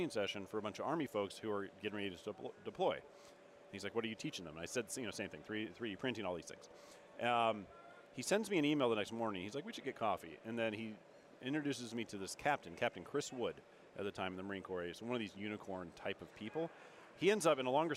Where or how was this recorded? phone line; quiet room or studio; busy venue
busy venue